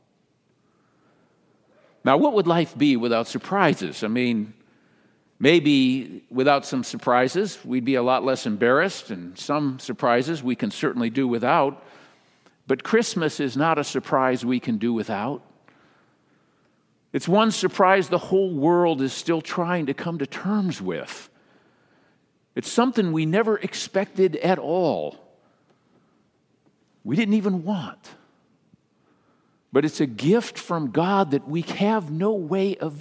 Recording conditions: large echoing room